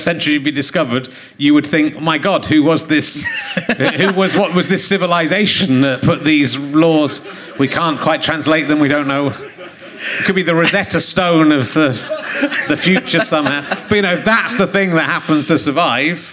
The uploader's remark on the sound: Leicester Square Theatre Podcast